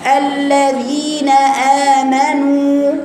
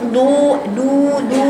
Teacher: ليه يا بناتي بتجيبوا في المدود كلها خنخنة بتقولوا كده الذين آمنوا نو مش نو لا كده عندك في الواو خنخنة.